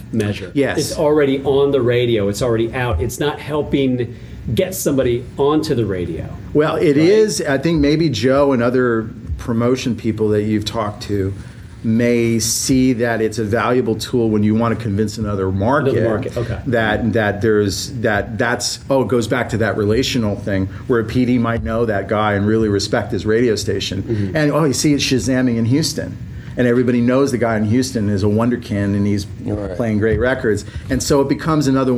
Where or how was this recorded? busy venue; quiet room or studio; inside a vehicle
busy venue